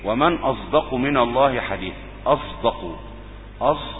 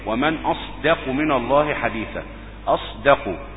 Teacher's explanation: همس الصاد، ثم طبعا ايه ترقيق الدال · Shown in: second take · لانها من ايه حروف لا تراغ لا تفخم اصلا، يعني اصلا الدال يعني.